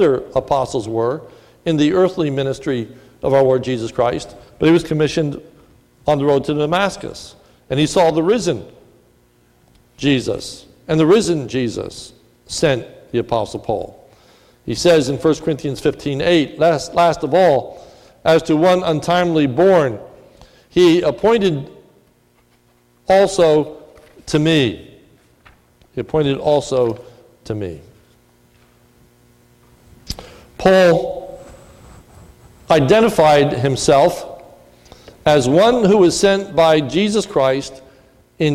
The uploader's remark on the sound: This is a sermon recorded at the Lebanon Bible Fellowship Church in Lebanon, PA